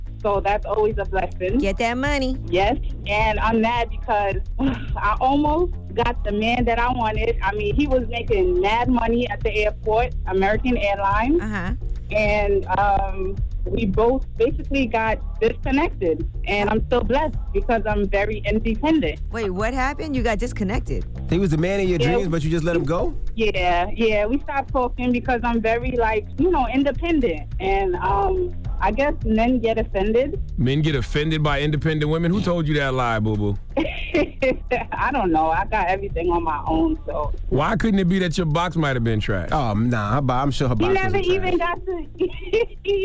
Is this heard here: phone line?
yes